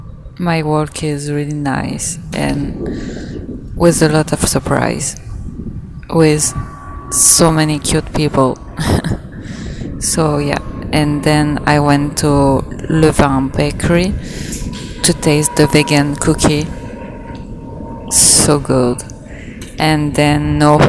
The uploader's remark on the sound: I record outside, so the quality is not the best but well, the emotion is there. Vibing in new york city, alone.